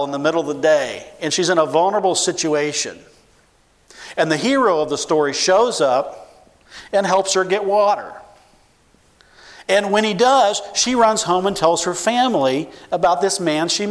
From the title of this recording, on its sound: 2015 Missions Conference: Friday Evening Session